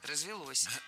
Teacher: Развилось тоже не лучший вариант. Более предпочтительным считается вариант с ударением на окончании.